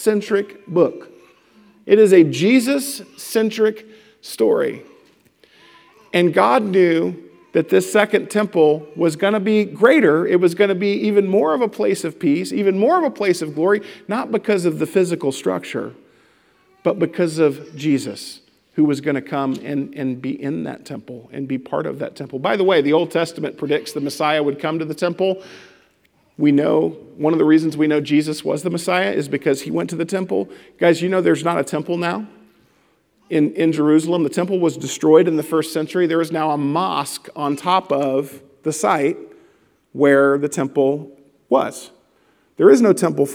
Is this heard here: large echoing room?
yes